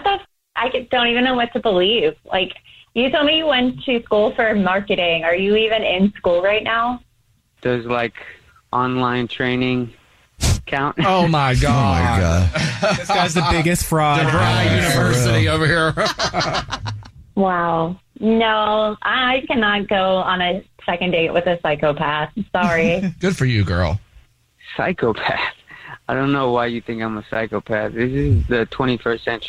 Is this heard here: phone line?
yes